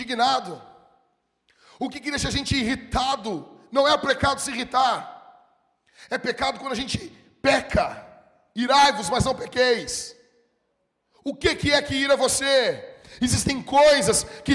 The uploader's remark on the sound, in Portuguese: Em nosso Culto de Celebração dia 11/10/2020 na Igreja ABA Blumenau (Transmitido ao vivo).